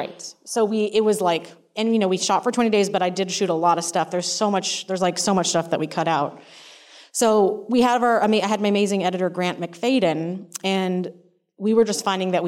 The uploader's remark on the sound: in a spoiler-filled Q&A at the DGA theater